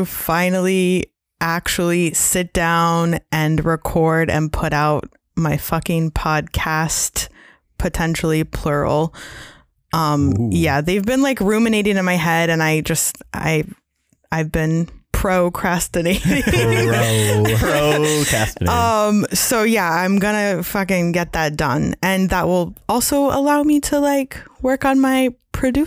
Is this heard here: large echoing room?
no